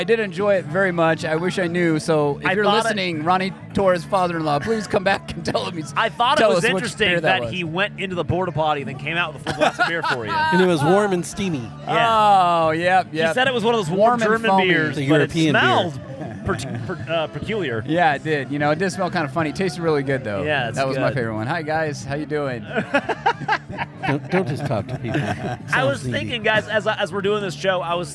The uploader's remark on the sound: This cast goes live from Shaver Lake Brewfest. Grab a beer and join us behind the booth!